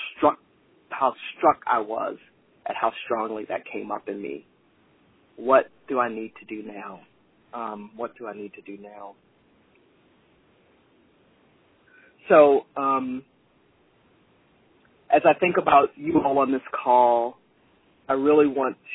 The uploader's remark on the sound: Rockwood hosted a conference call for alums and community members